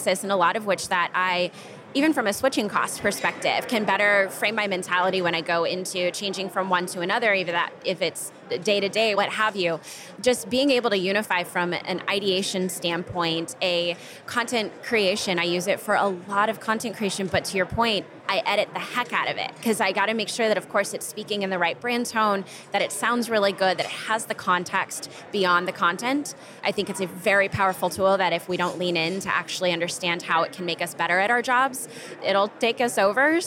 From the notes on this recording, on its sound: During an interview on the show floor of the 2023 B2B Sales & Marketing Exchange in Boston, Mass.